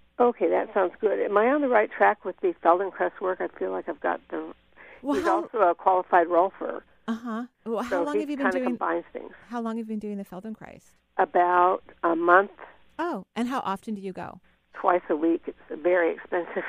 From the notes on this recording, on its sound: We're doing a live call-in show today!